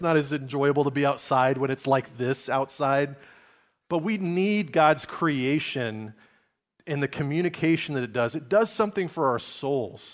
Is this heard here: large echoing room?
yes